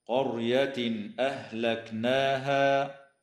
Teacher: ويظهر التنوين عند الهمزة